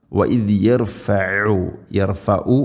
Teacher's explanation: വഇദ് യർഫഉ ഐനിൻ്റെ ശബ്ദവും അതുപോലെ തന്നെ തൊണ്ടയുടെ മധ്യഭാഗമാണ് ഐനിൻ്റെ മഖ്റജ്, കൃത്യമായിട്ട് ഉച്ചരിക്കണം.